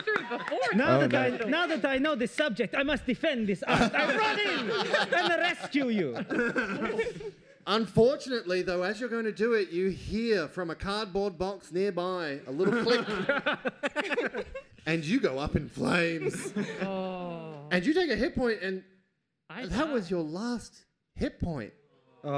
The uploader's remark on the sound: This week's episode was recorded live at PAX AUS 2022, the same convention where the Pixel Hearts debuted.